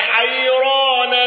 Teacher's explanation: الأزرق بالإشباع وترقيق راء حيران والوقف بالإبدال